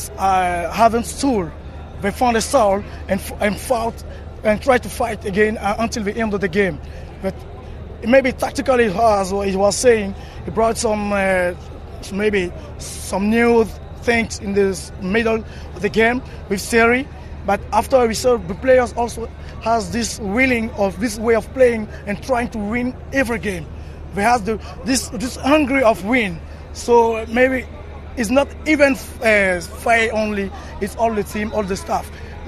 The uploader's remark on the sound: reaction from outside the Alassane Outtara Stadium in Abidjan